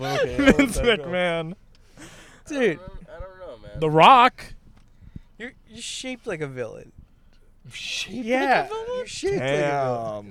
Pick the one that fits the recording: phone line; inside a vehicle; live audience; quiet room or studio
inside a vehicle